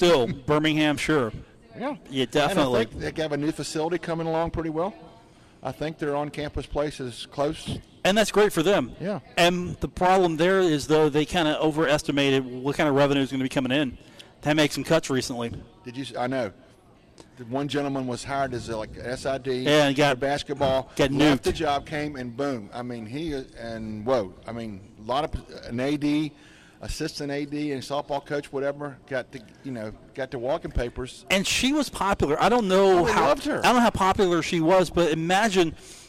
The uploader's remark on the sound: broadcast on location from the Union Pub and Grill in Huntington